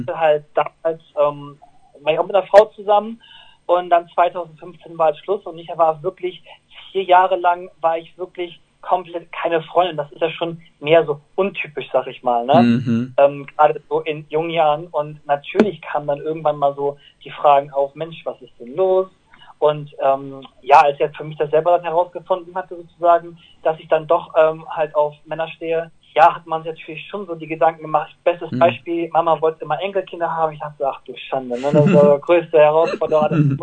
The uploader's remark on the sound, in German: Der sympathische Sänger stand uns außerdem für ein interessantes Telefoninterview zur Verfügung.